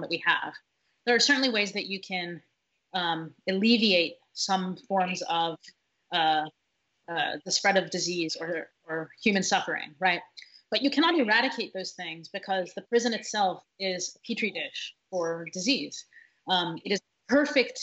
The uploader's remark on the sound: We will be speaking with our guests, one or several at a time, via Skype, and will try to have brief, informative, and non-draining calls within 20-30 minutes.